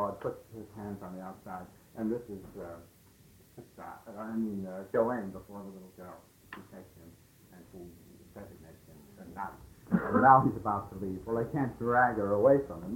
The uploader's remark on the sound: It was recorded in 1967 at the Esalen Institute in Big Sur, California